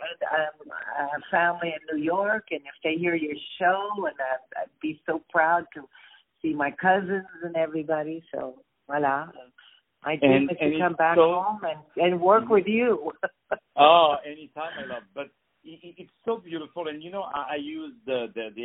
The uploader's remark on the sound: On the phone